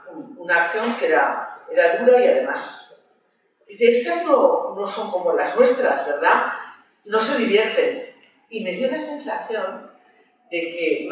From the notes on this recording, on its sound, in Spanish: Os dejamos el audio de la charla-tertulia organizada por Lunes Lilas y ANAS (Escuela Social). Es una de las actividades enmarcada en el homenaje a Nagore Laffage.